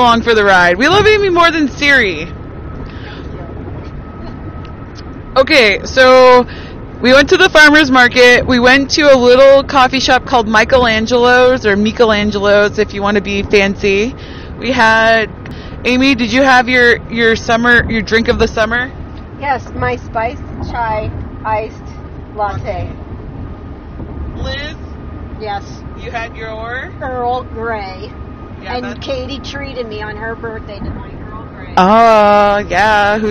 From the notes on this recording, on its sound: WARNING: we recorded in the car on the way home. There is some background noise.